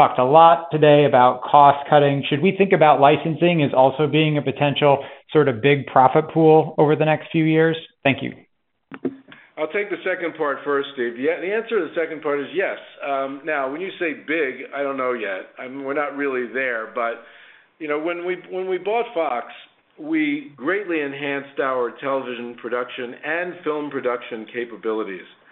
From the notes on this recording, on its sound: Q1 FY2023 Earnings Conference Call.